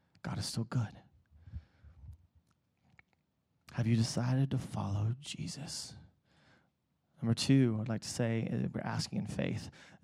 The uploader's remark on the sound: Preached at Emmaus Church on Sunday, November 10th, 2019.